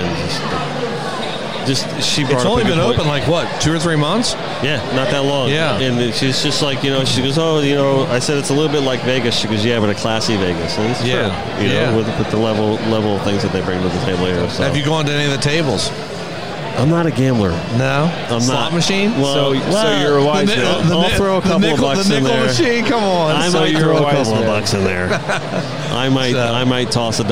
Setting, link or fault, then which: setting, busy venue